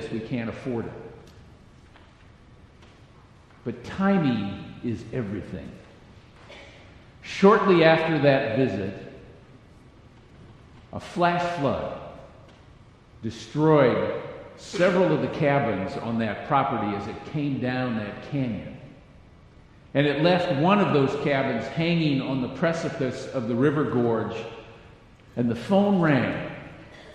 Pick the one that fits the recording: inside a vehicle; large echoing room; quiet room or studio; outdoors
large echoing room